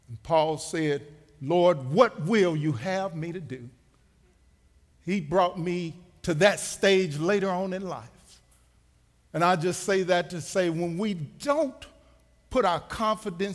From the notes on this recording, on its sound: Recorded live at The Fellowship at Two Rivers